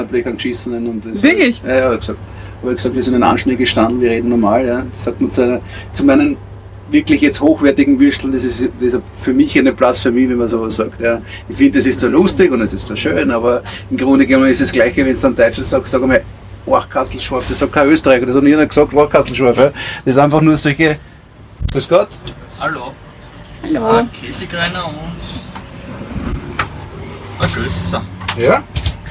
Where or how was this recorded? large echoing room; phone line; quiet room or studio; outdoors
outdoors